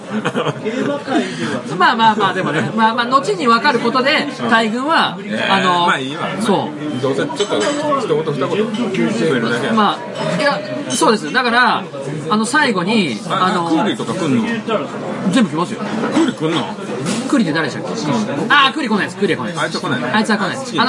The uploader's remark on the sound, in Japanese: 音声が居酒屋収録なので良くないですが